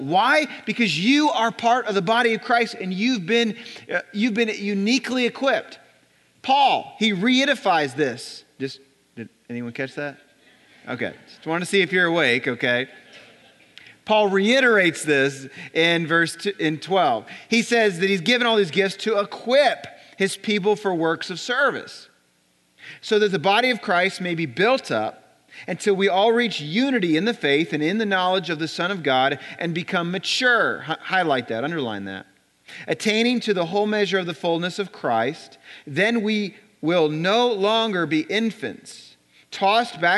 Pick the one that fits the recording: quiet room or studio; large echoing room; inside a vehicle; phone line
large echoing room